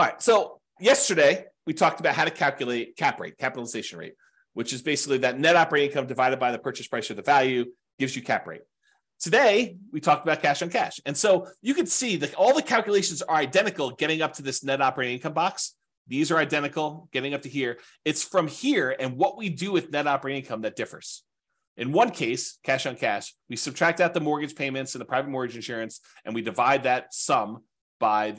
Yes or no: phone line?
no